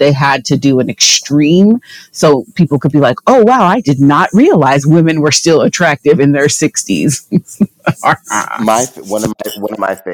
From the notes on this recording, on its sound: We're having some sound equipment issues (I KNOW I'M SORRY)